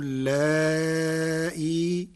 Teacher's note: قرأ ورش كلمة اللائي بتسهيل الهمزة بين مع المد والقصر في حالة الوصل مع حذف الياء، وله في حالة الوقف 3 أوجه: تسهيل الهمزة بروم مع المد والقصر، وإبدالها ياء ساكنة مع المد فقط، كل ذلك على حذف الياء.